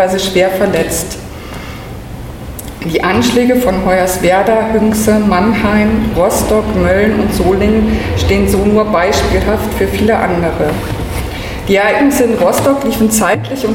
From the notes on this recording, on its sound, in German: Die zweite Sendung bildet ein Mitschnitt des Vortrags. Im Peter-Weiss-Haus.